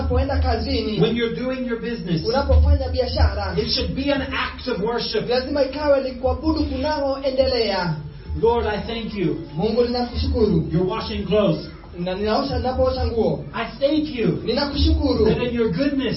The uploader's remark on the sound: Impartation at Sozo Ministries Church, Juja, Kenya. This sermon was recorded at Sozo Ministries Church – Juja, Kenya. The interpretation is in Swahili.